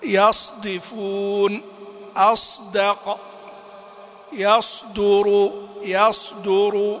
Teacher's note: ينبغي إذا سكنت قبل دال أن يخلص إطباقها وإلا صارت زايا، وهذا موجود في بعض القراءات، لكن نقول على الجمهور روى إخلاص الصاد في مثل هذا.